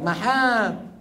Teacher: يعني بقيت الميم مشددة لكن الدال طارت